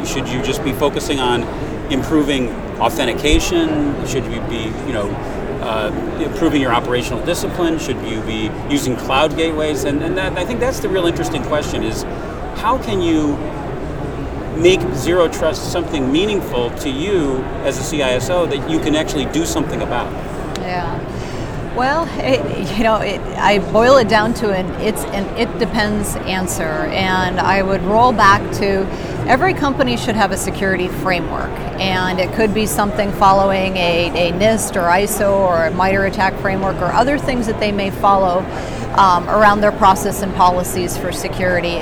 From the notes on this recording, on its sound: while both were at the RSA 2019 Conference